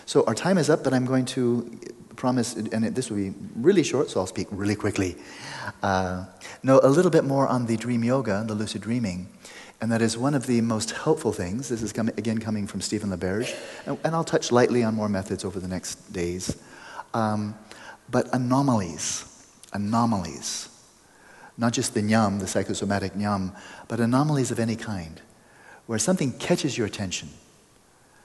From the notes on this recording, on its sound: After the practice we had some great, fluid assorted Q&amp;A with answers from the crowd. After the practice we had some great, fluid assorted Q&A with answers from the crowd.